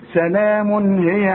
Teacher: التنوين اللي بعده هي، اذا ما نغنش